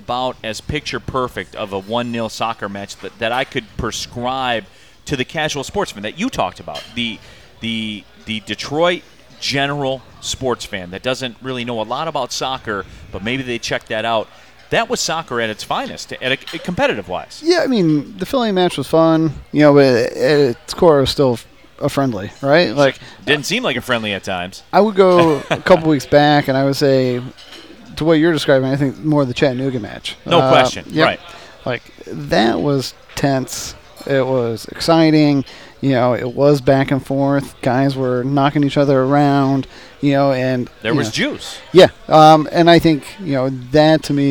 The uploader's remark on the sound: Live from Motor City Casino Hotel.